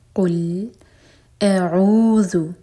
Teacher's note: پہلے حمزہ ایک حرکا لمبا اے اور پھر عین دونوں کی آواز الگ الگ آنی چاہیے